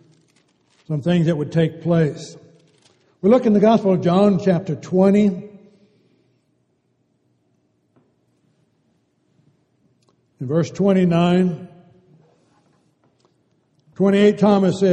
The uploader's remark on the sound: Downtown Church Of Christ Audio Sermon